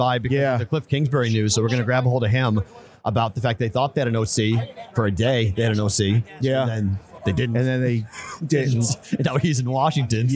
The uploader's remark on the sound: Live from the Super Bowl!